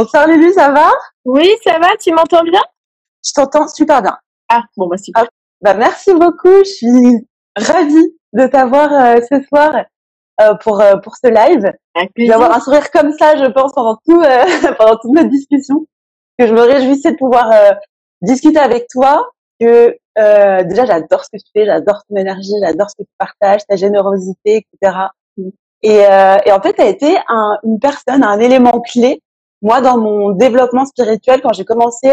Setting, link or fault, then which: link, video call